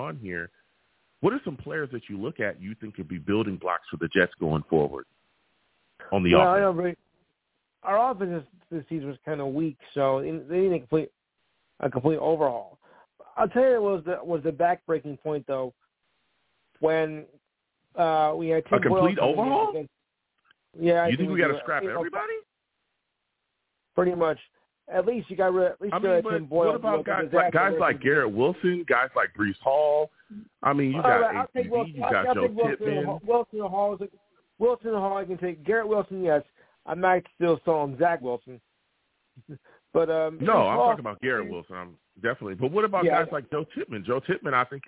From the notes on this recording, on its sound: I take live callers!